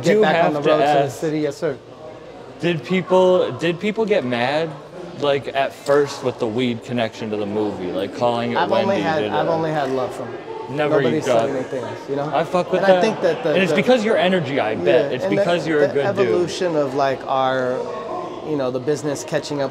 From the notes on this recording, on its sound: Live At The Baseball Hall Of Fame. Was filmed on Induction Day at the Baseball Hall Of Fame.